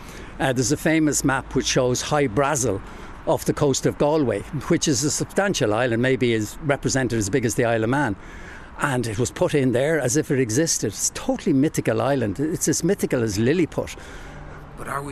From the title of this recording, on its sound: Walking And Talking